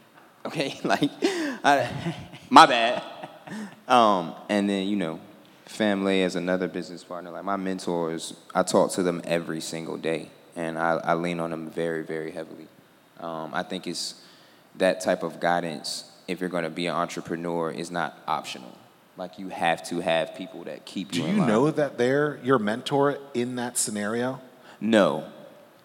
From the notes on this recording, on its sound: This episode is part one of three Fervent Four Show episodes that were recorded at the Mighty Dream Forum.